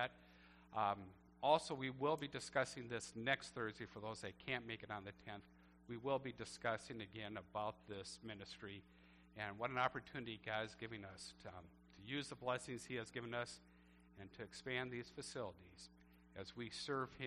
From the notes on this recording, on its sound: A Church Service recorded at Living Water Lutheran Church, Oshkosh, WI.